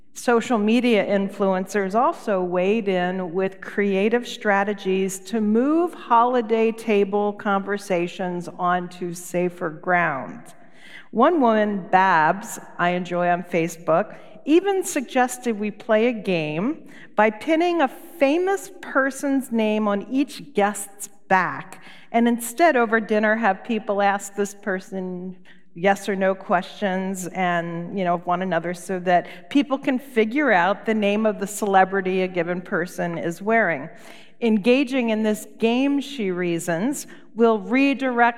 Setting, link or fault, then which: setting, large echoing room